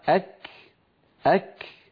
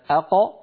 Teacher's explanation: القاف كانت أق، بينما الكاف أك أك، كا كو كي كا، أك كي، يكتبون ذكرك. هكذا مكان الكاف مقدم على مخرج القاف